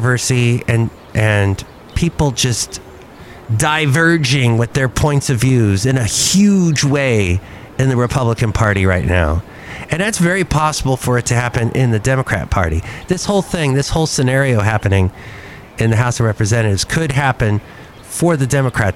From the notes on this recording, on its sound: podcast live from Cafe Anyway